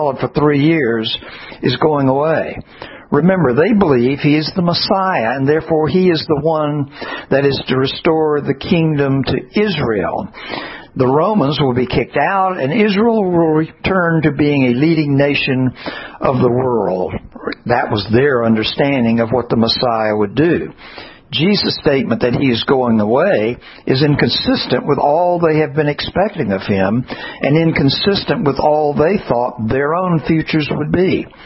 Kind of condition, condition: setting, large echoing room